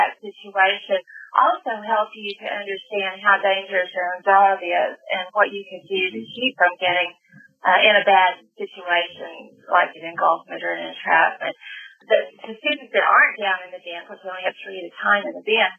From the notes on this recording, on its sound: The audio is a little rough.